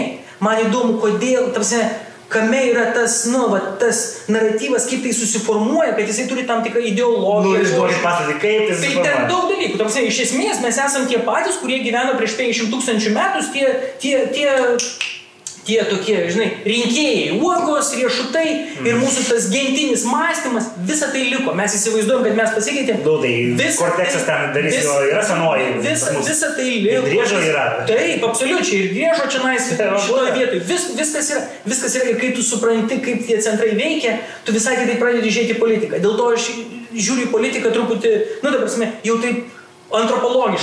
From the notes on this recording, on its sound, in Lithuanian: Atsiprašau už garso kokybę, bet epizodas suteiks aštrių pojūčių net ir su techniniais nesklandumais.